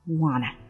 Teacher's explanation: want 和 to 中间的 t 被简化成一个了